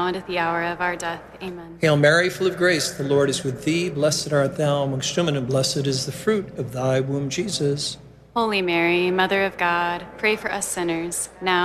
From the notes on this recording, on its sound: From the SEEK Conference with thousands of college students in St.